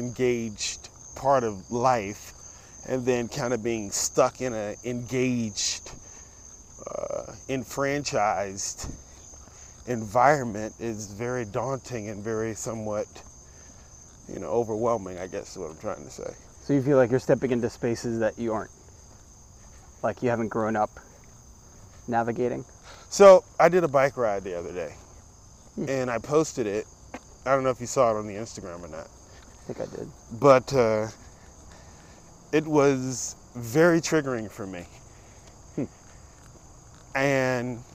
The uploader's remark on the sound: In this episode I have a walk and talk